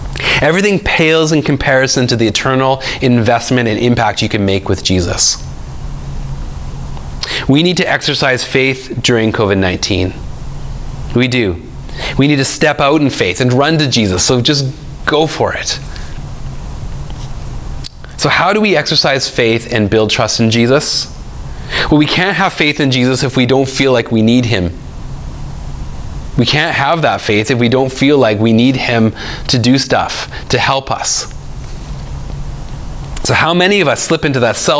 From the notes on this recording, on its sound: speaks at SouthRidge Fellowship, a Langley church.